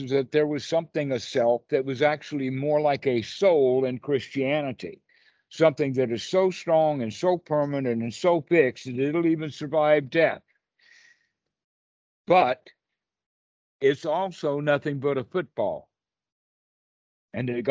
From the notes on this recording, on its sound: skype calls